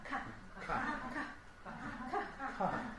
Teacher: 后面的尾音都是气音呢